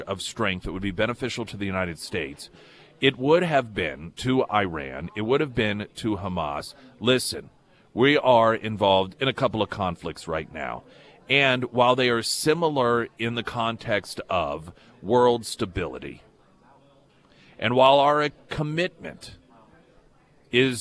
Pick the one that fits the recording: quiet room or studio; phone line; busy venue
busy venue